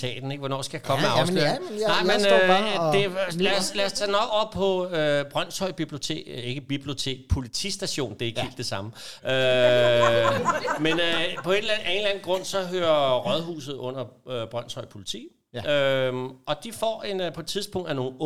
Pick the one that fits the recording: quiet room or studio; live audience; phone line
live audience